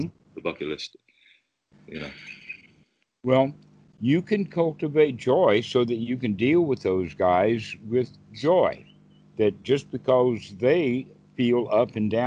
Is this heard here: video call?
yes